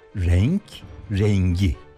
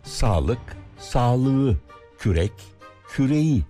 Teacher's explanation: Ama bunun rengi ne deyince aynı sözcük olmasına karşın K yumuşadı ve G oldu. Renk, rengi.